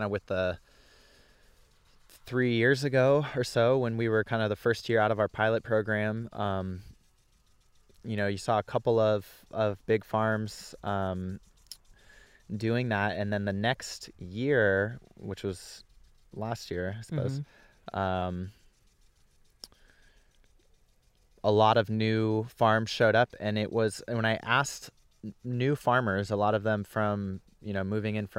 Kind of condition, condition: setting, outdoors